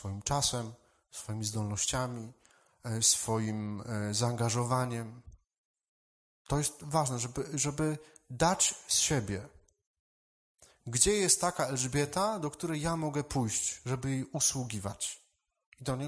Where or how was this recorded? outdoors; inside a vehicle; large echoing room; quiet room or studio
large echoing room